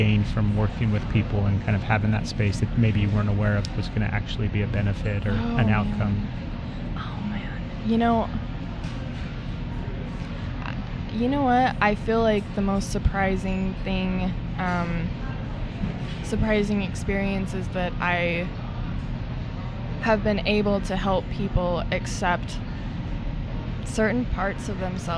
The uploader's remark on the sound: Recorded live on location at the 4th anniversary of the SoulWorks Fair. Each month the fair is held at Dancing Cranes Imports in Salt Lake City.